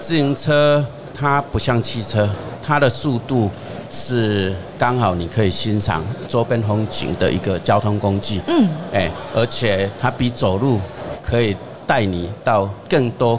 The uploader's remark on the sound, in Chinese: 2022 Taipei Cycle台北國際自行車展-Live Podcast